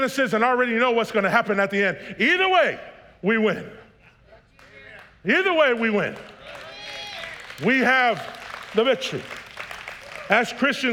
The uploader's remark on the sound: was preached on March 6th at the 10AM service